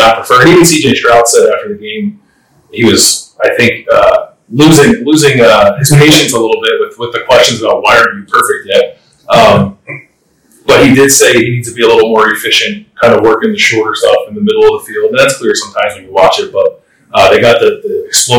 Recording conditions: poor sound quality